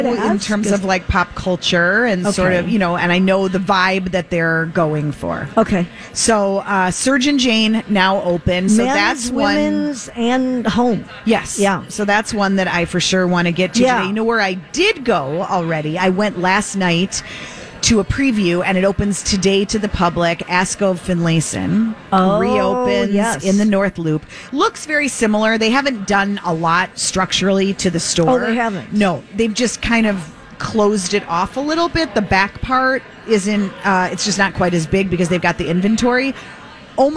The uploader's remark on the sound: Live at the General Store of Minnetonka